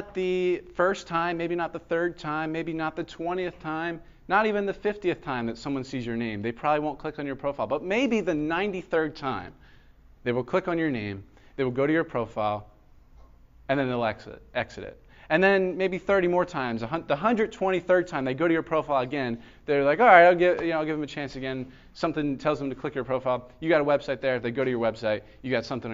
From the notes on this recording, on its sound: This was a lecture given at Florida Gulf Coast University